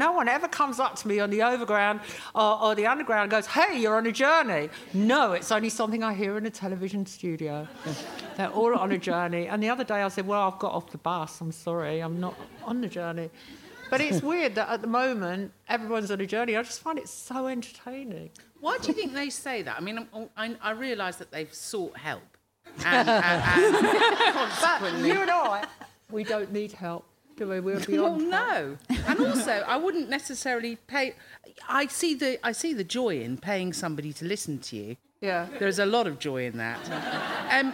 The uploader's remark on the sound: Recorded at the Leicester Square Theatre, London on July 18, 2017.